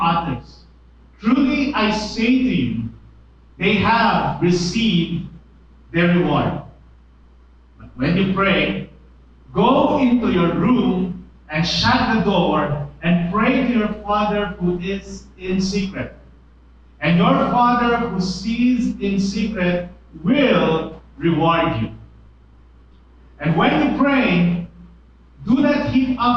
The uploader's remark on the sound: Bad audio until 02:18.